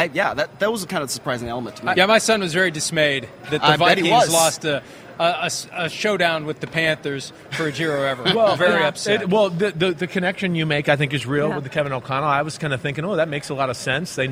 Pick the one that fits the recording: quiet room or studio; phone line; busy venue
busy venue